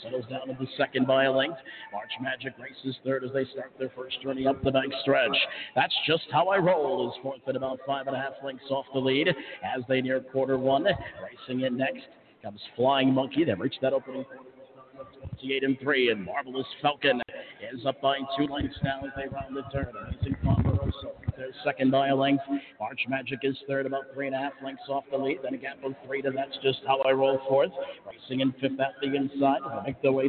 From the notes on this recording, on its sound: Live from Shenandoah Downs! Elkton, MD. Calling the action from the historic facility.